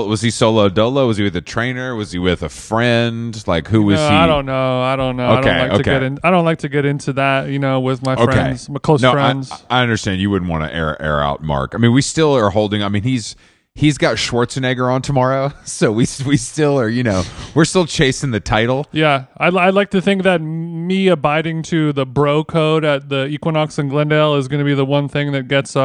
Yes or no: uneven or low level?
no